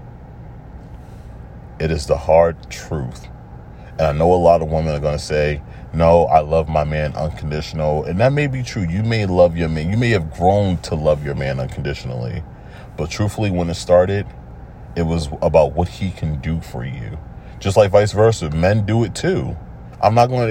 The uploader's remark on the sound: I’m just sitting in my car thinking about life. I decided to just record a lil something.